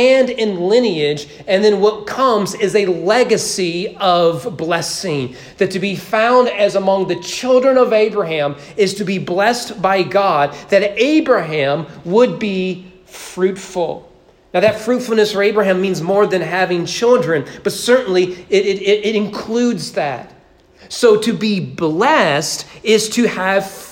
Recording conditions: large echoing room